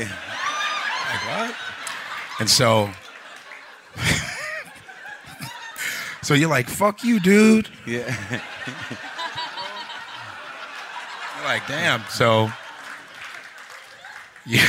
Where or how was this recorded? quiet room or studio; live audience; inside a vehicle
live audience